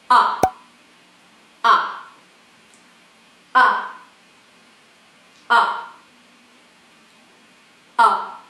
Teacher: It is short. It's mostly from the throat. A. I hear my throat is a little bit shaky. · Term: hard sound of A